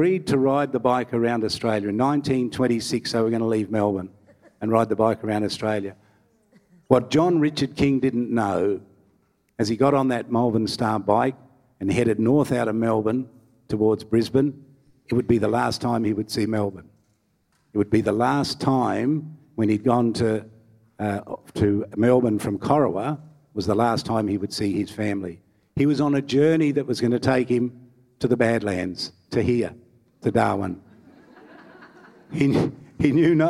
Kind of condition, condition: setting, live audience